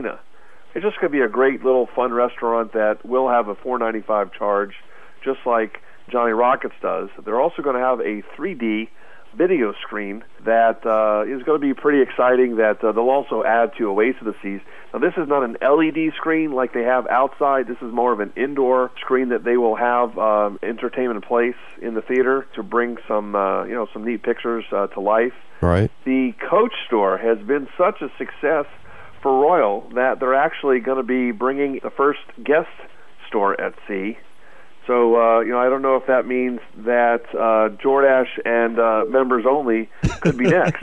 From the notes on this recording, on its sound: joins us on the phone from Martha's Vineyard, Mass.